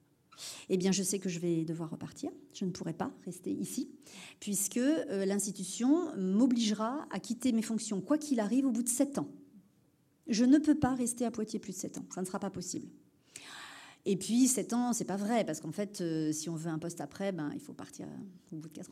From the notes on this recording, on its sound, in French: Conférence enregistrée le 21 Septembre 2023 à l'Espace Mendès France à Poitiers.